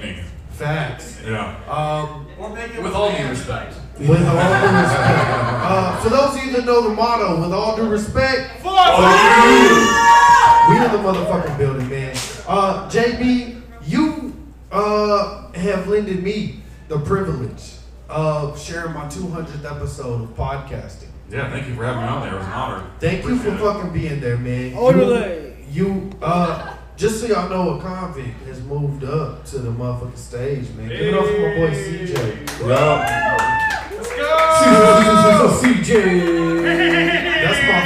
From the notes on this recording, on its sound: LIVE AT THE FURSHOP